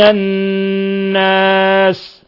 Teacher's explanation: الناس، اللام هنا أيضا لام شمسية والنون مشددة تغن مقدار حركتين